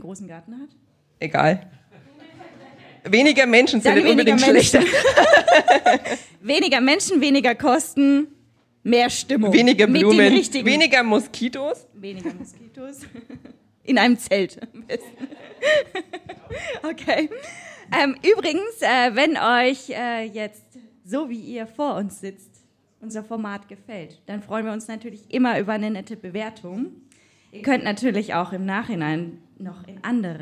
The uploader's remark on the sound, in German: Live im Afterwork in Nürnberg von podYou aufgezeichnet. Ein Live Podcast Event, das von der Podcast Brause jeden ersten Mittwoch im Monat veranstaltet wird. Unser Live Publikum hat am Ende der Folge, und das ist das besondere an dieser Aufzeichnung, Tipps für Hochzeitspaare.